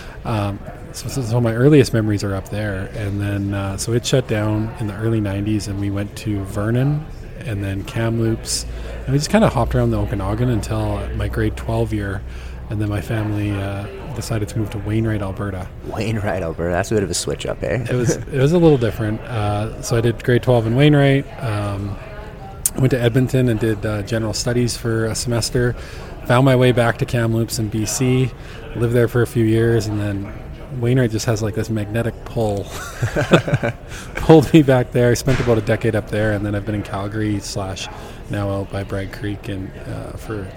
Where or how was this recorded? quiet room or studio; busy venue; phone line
busy venue